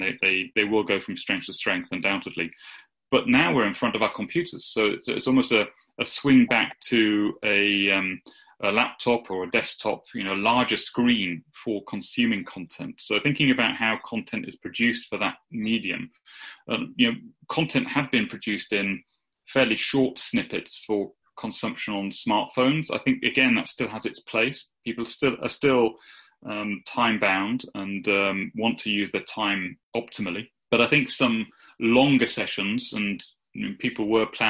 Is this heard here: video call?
yes